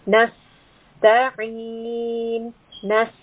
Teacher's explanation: We have the letter seen with a haraka of sukun. So we are resting upon this seen. We have a slight whistling sound.